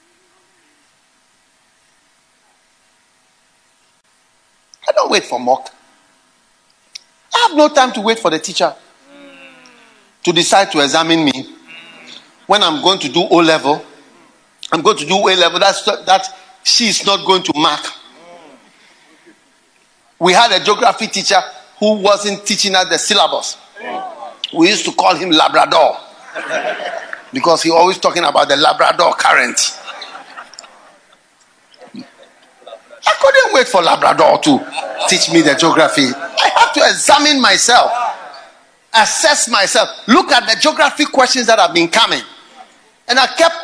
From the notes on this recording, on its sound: Preached at the FLOW Service.